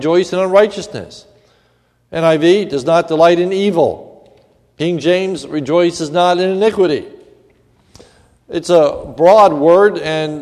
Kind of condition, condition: setting, large echoing room